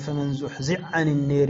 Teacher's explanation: يقول: فمن زحزح عن النار، زحزح عن النار، الحاء هنا تدغم في العين، وهذا صعب لأن حروف الحلق وما قاربها من الأحرف يصعب فيه الإدغام، ولكن أدغم هذه الحالة منها وهي: فمن زحزع عن النار وأدخل الجنة يدغم، فمن زحزع عن النار. · Term: مدغم